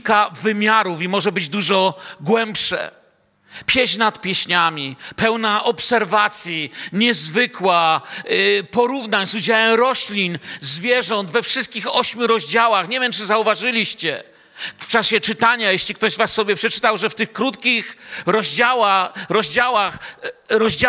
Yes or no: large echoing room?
yes